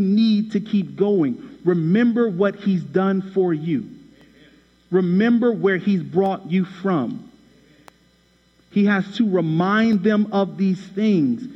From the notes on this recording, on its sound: Shares a message from Huffman Baptist Church, where he preached on Colossians chapter 1.